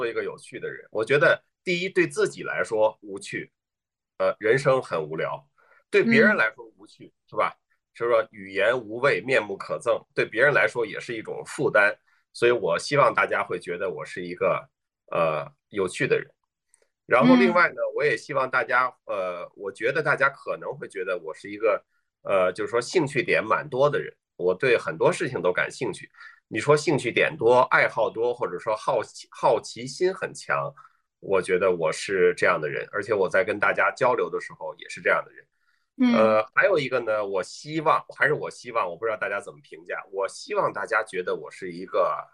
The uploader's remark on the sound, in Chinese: 这一期的播客，我们录制的比较早，也因为疫情缘故，不能在线下录，所以就和我们的嘉宾在线上约了一次对谈。